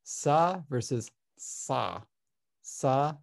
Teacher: the back of your tongue is right where the ah sound should be while you're doing the S · Term: pharyngealized S